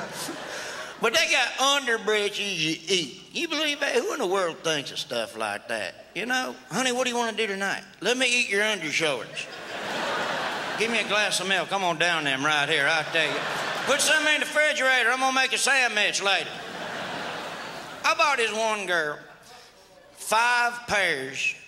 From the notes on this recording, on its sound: Brings his redneck style to the 2002 Just for Laughs Festival in Montreal.